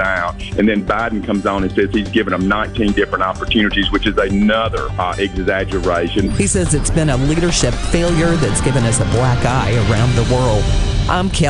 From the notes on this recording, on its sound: The JT Show is LIVE from Mossy Oak in West Point getting you geared up for the 43rd Annual Prairie Arts Festival kicking off this weekend.